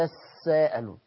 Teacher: التاء الثانيه ادغمت في السين فهذا الادغام نتج عنه تشديد اللي هو تشديد السين بسبب ادغام التاء في السين فصارت تساءلون.